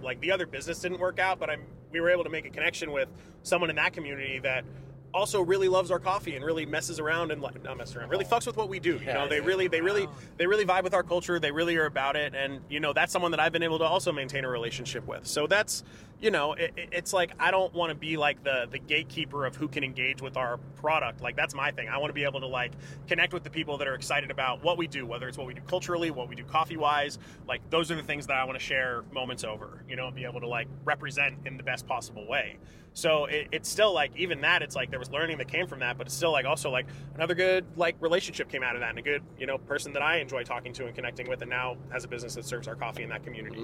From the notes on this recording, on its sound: The podcast crew is on the move! We are recording from the car this week.